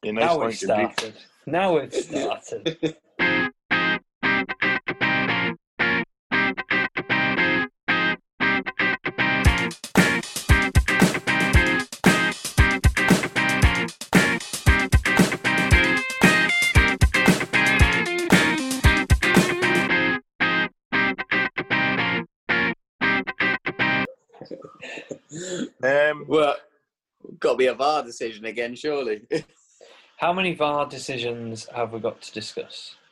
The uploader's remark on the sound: as they chat over zoom